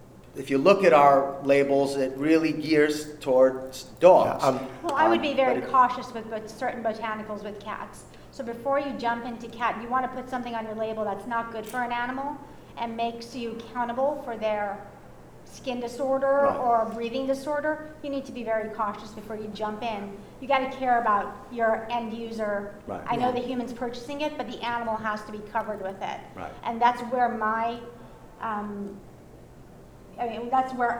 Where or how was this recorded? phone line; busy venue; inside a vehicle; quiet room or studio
busy venue